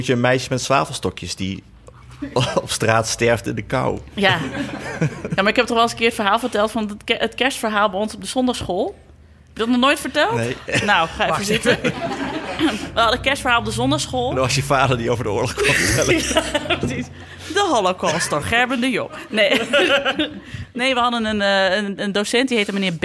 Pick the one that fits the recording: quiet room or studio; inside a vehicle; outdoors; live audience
live audience